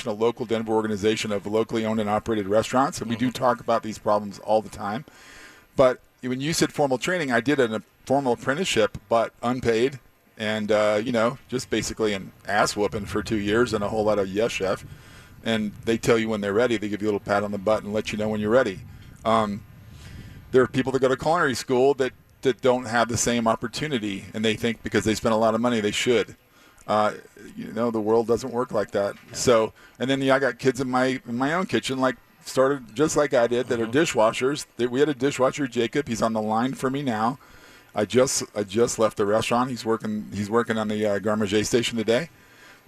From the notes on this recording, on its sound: We were live Saturday night from Grind Kitchen and Watering Hole during the Cherry Creek Arts Festival.